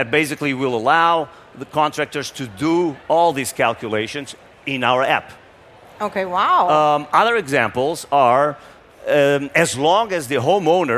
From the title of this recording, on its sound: LIVE FROM CES 2024